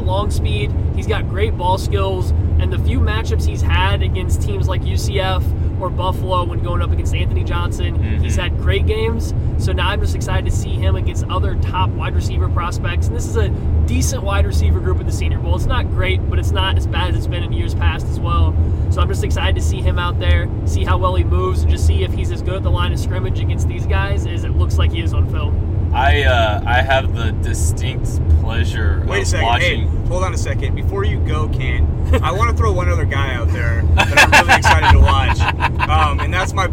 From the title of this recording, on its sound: From the car!